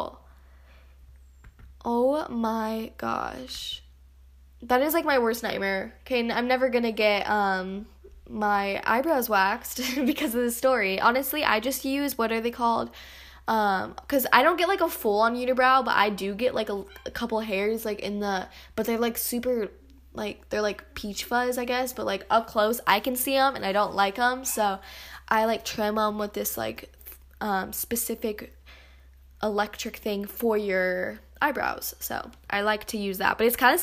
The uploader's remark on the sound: Sorry about my sister making noises in the background. She was playing haha!